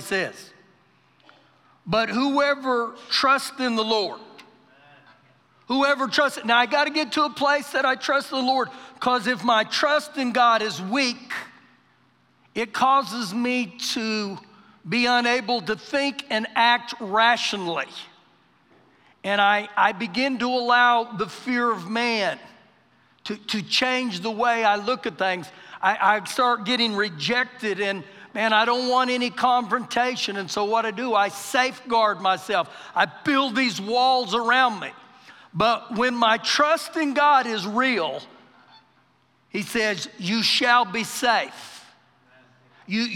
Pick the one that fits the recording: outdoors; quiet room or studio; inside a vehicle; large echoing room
large echoing room